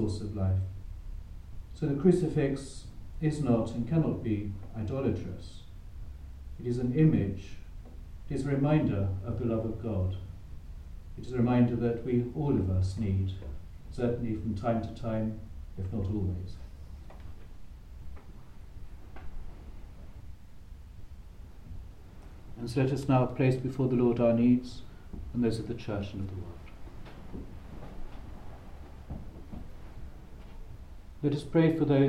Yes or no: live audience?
yes